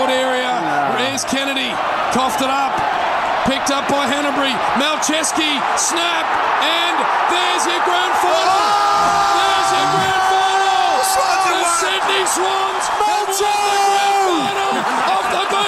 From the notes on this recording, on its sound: Grand Final Day live from The G. Live from the Triple MCG.